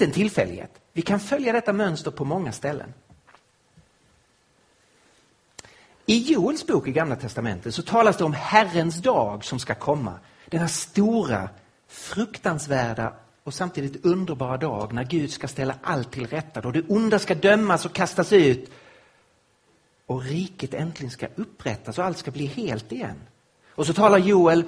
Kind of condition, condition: setting, live audience